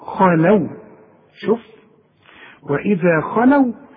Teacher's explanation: طلع شفايفك لقدام حينما تنطق الخاء خاء، ورجع شفايفك لورا على هيئة ابتسامة علشان تطلع اللام مرققة